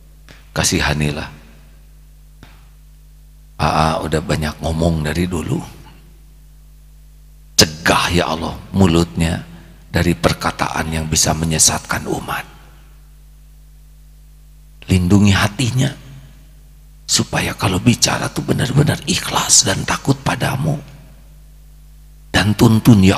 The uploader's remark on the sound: LIVE dari Masjid Daarut Tauhiid Bandung